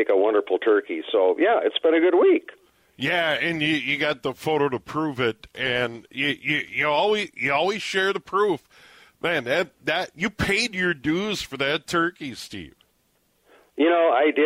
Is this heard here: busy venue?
no